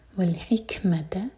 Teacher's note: ح حلق سے اور کیف پر ہمس